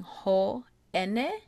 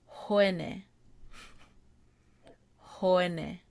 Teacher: So, you'll see two vowels together, or the vowels will be separated by that little okina, the little apostrophe looking thing. But if the two vowels are not separated by the okina, they blend a little bit. · Shown in: second take · Term: sound blending